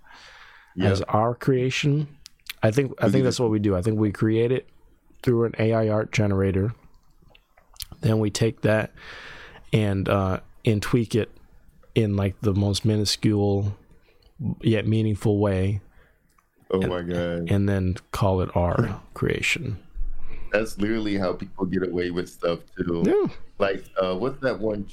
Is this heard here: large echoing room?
no